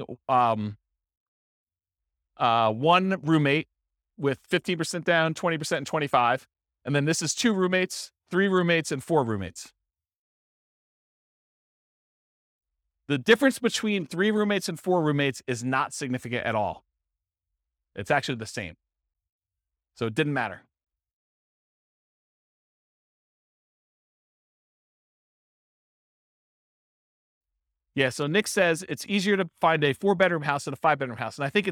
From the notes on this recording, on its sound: This was a live class recorded